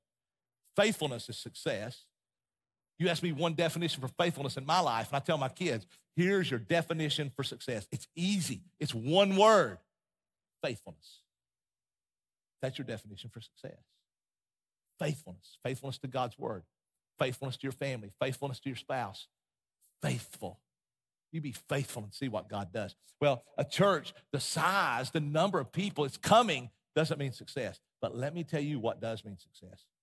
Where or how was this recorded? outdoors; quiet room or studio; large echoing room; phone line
large echoing room